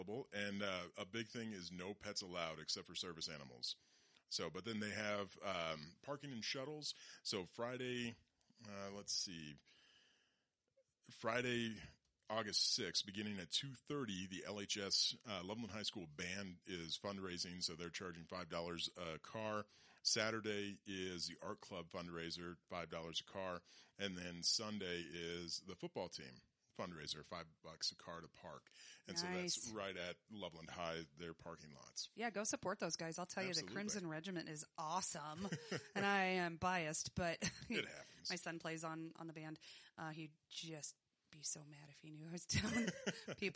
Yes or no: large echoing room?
no